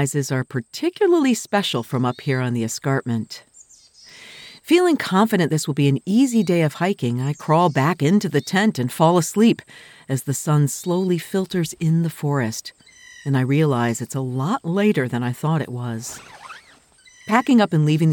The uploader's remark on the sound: Will live in a remote cabin this spring to create audio narrative essays in Upper Peninsula Michigan in the Porcupine Mountains. A private site on a beaver pond filled with nature's sound including chipmunks, owls, beaver and a howling wolf.